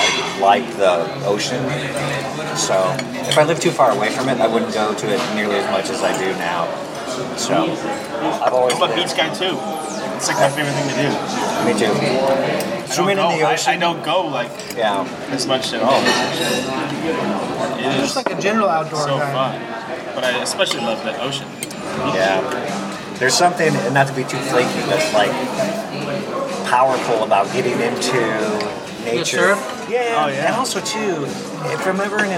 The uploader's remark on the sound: at Palms Thai in Hollywood.